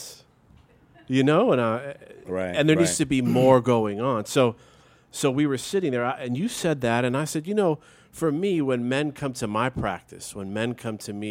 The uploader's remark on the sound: Live from the LINE Hotel in Koreatown, high atop the city of Los Angeles. New location, live audience, fresh vibes. Have a spirited discussion with the audience.